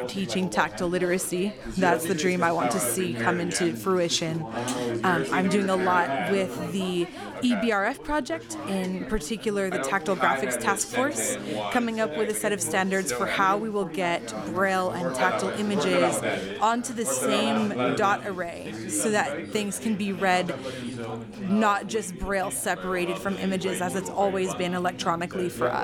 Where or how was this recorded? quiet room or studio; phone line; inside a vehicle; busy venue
busy venue